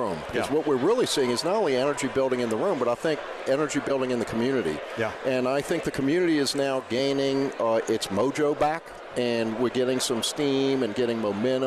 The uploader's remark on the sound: Broadcasting LIVE from GNO’s Inc.’s Annual Luncheon at the Hyatt Regency New Orleans.